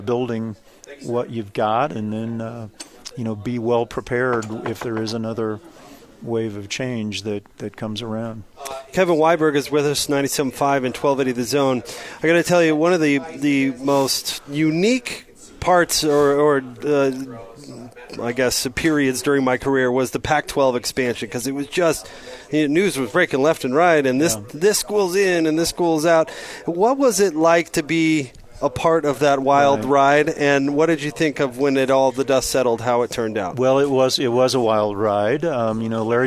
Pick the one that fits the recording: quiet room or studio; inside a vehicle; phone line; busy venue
busy venue